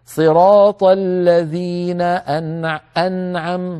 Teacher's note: طيب تكون الغنة الآن مرتبة ثالثة، تكون الغنة ناقصة يعني أقصر في النون والميم الساكنتين المظهرتين